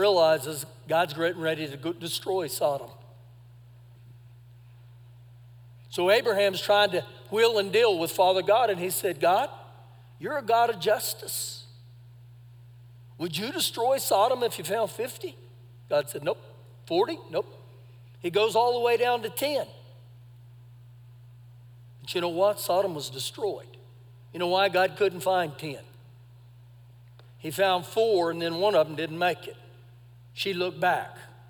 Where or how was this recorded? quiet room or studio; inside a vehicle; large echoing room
large echoing room